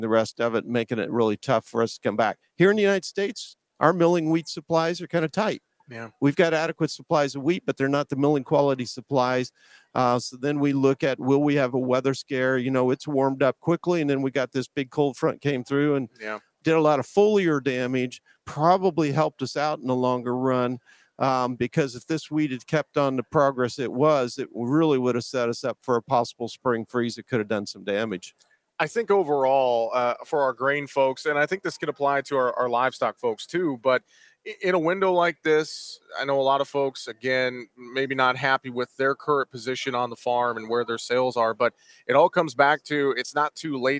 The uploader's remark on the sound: we broadcast live from AGI's booth at Commodity Classic